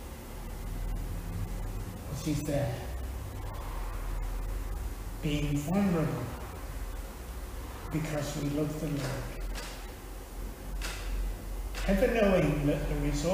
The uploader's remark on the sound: Teaching at Withington Christian Church